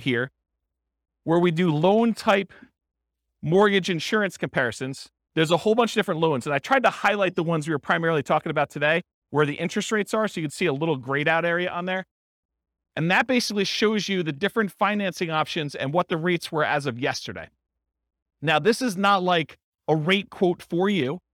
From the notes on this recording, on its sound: This was a live class recorded.